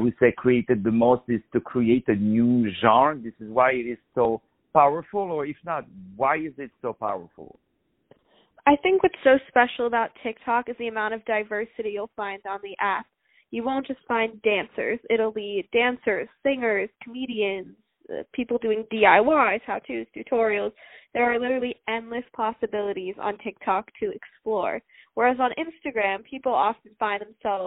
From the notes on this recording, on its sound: On the phone.